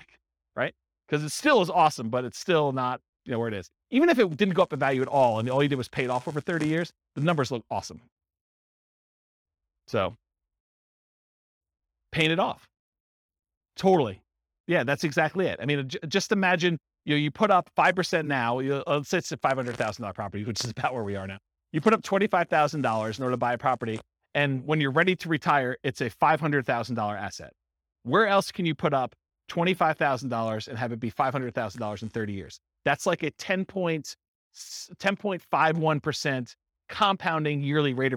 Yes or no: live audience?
yes